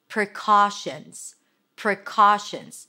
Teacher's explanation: It's a sh sound, an N, and a Z.